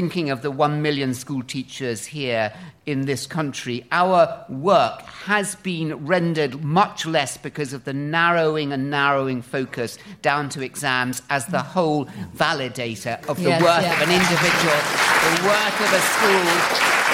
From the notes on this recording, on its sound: political debate from the Student Union at Aston University